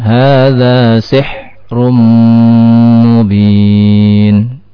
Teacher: Huruf ha bukan dari huruf qalqalah, ya. Tidak tidak boleh kita mengucapkannya dengan dipantulkan, ya. · Term: ditahan